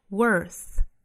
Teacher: worth 单词尾部呢是 th 的发音，舌尖伸出来去摩擦上排牙齿